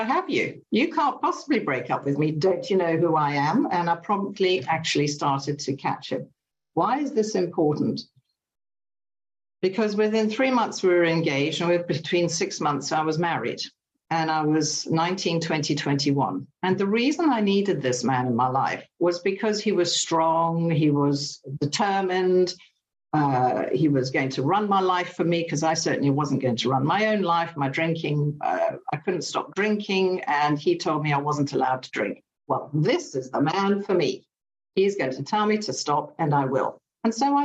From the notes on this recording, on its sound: From Battle in the United Kingdom. Meeting held on zoom by the Magical Mystery Tour group.